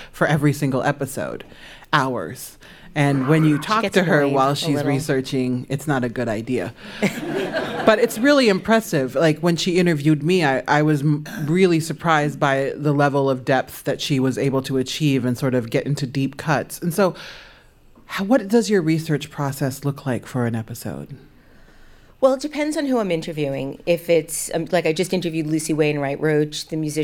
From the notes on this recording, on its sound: Was recorded live at WNYC’s Green Space as part of a celebration of 15 years of the podcast.